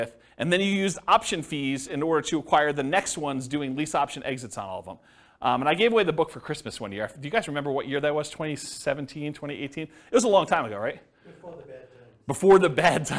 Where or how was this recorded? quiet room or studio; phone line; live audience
live audience